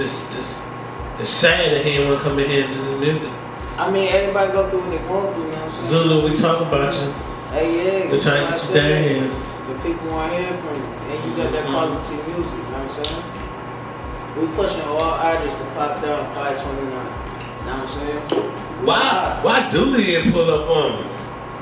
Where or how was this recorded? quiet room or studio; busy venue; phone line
busy venue